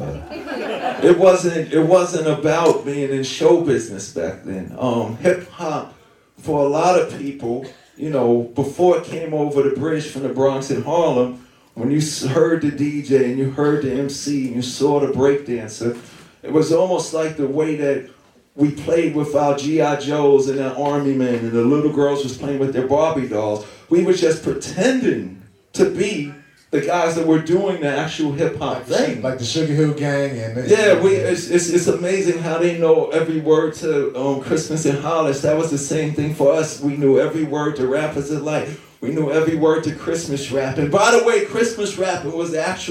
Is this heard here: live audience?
yes